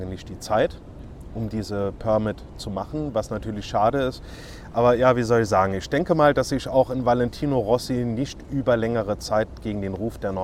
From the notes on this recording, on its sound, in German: aufgenommen bei herrlichem Wetter im Central Park in New York